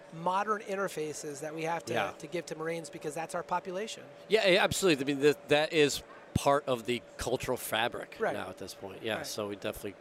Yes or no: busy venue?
yes